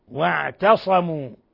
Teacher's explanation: ولاحظوا ترقيق التاء والعين